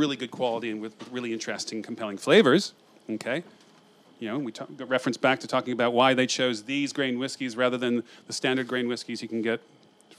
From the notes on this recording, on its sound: Recorded at The Soho Whisky Club.